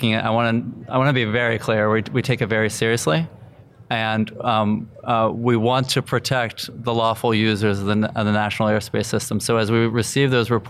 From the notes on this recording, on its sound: Live from the 2019 FAA UAS Symposium